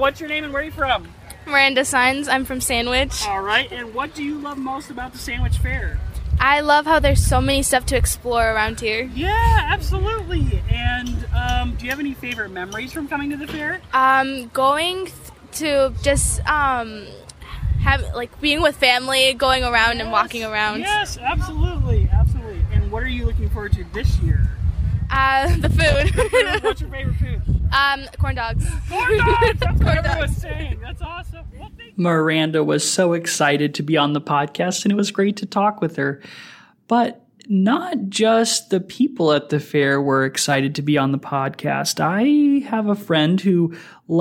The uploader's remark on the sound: Live at the Sandwich Fair!